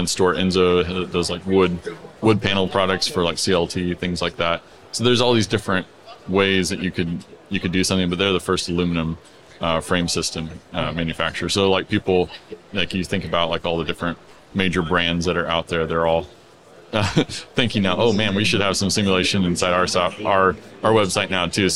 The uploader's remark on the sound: We had a LIVE conversation from the expo floor of A'23, the AIA Conference on Architecture.